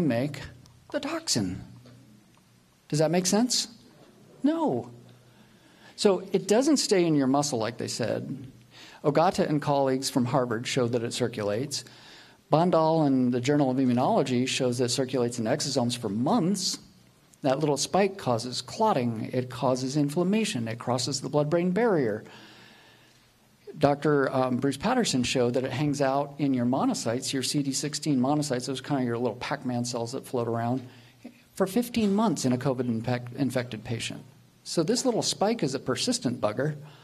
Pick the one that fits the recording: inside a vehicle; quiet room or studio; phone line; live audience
live audience